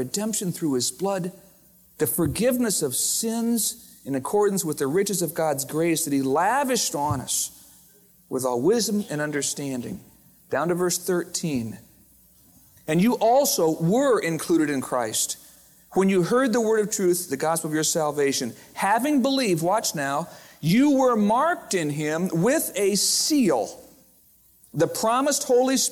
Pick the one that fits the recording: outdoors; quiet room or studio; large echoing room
large echoing room